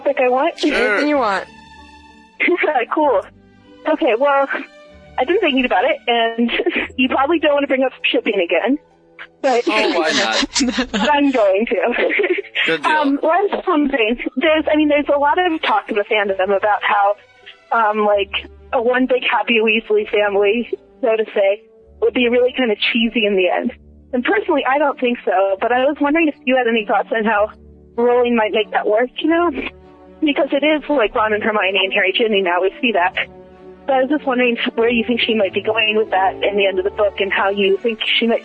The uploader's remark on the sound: Live Call-In.